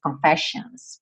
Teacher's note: esses dois S vão ter som de X, ou SH